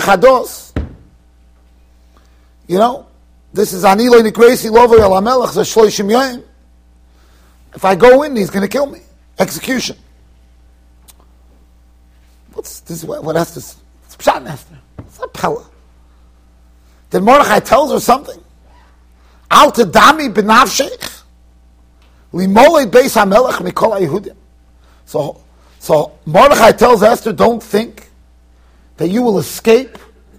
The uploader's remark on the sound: Shiur recorded in Yeshivas Ohr Reuven, Monsey NY.